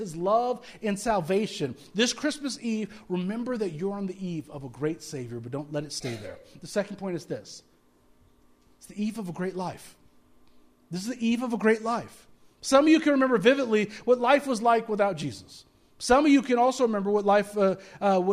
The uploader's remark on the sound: speaking at Soma Community Church in Jefferson City, MO on Sunday evening 24 December 2023